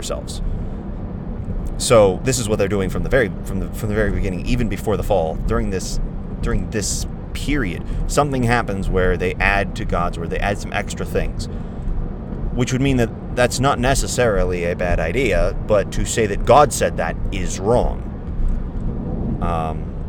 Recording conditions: inside a vehicle